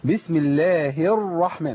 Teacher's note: الراء مشددة برضو نتيجة الإدغام، إدغام اللام الإيه الشمسية.